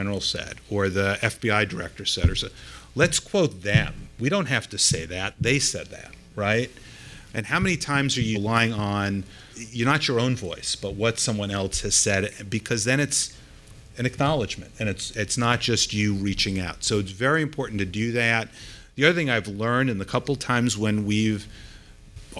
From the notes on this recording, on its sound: This episode was recorded live at DOI’s annual Anti-Corruption Conference in New York City.